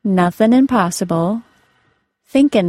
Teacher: could be spoken more informally by changing the ng sound to an n sound